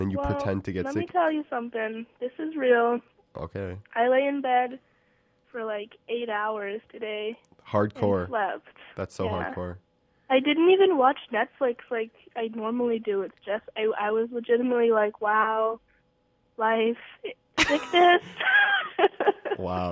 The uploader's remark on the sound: called in sick live from her bedroom